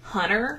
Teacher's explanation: She just doesn't say the T in the words